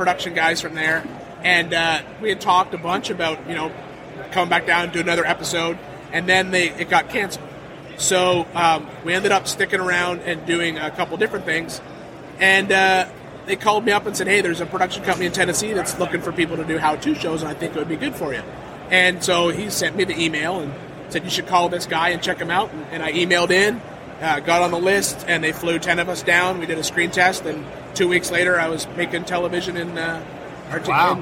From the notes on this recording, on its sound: recorded a short conversation with various off road leaders during Off Road Expo 2015